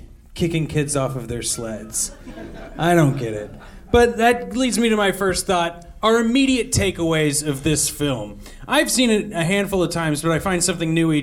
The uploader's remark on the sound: Live from Alamo Drafthouse NYC